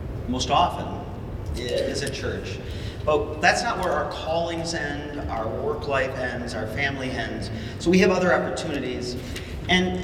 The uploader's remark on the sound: In this keynote presentation from the WELS National Conference on Lutheran Leadership. Audio from Vimeo.